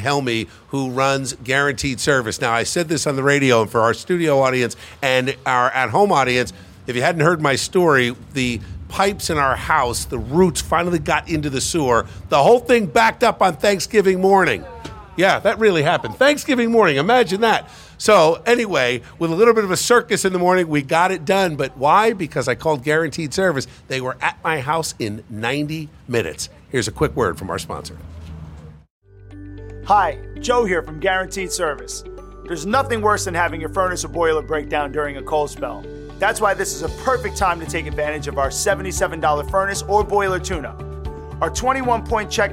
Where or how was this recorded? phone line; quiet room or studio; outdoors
outdoors